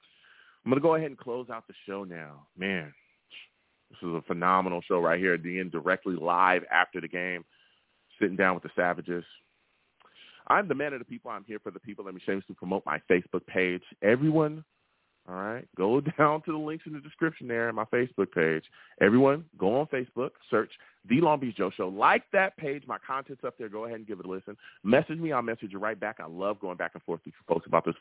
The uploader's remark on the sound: Live immediately after the Jets game against the Lions, I sat down and discussed the game! I take live callers!